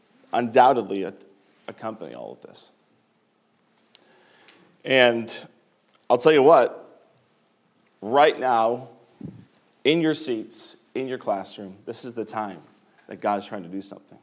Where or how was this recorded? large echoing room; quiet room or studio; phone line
large echoing room